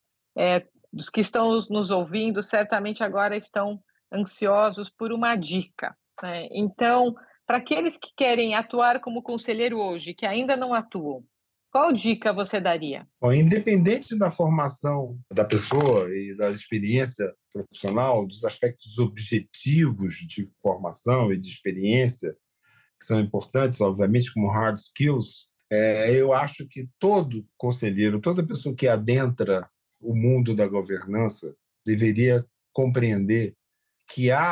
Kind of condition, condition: link, video call